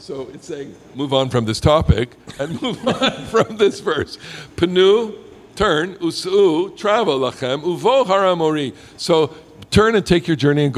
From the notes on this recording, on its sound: Recorfded live in the Bamat at Ramah Berkshires - where Parsha Talk was born!